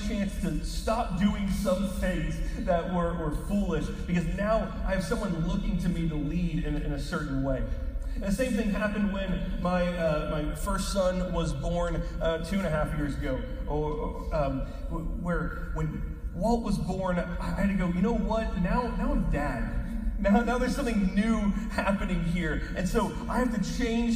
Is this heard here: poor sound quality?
yes